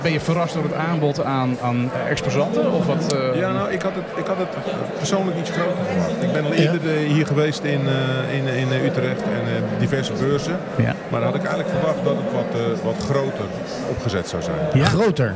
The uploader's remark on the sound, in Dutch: live vanuit de bruisende ambiance van de 50PlusBeurs in de Utrechtse Jaarbeurs